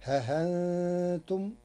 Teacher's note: قرأ ورش كلمة ها أنتم بتسهيل الهمزة وإبدالها حرف مد للساكن